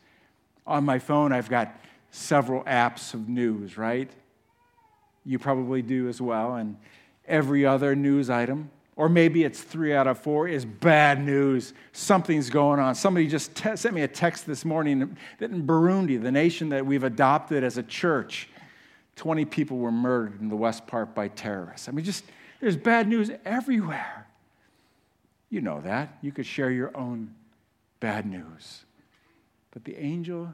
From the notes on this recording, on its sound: 2023 Christmas Eve service at The Chapel Port Clinton campus